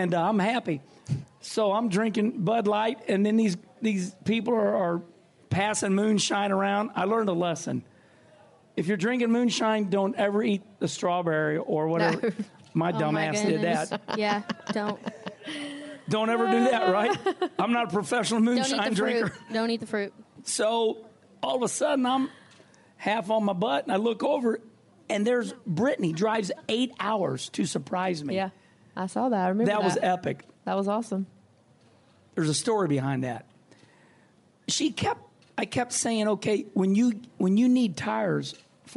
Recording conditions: busy venue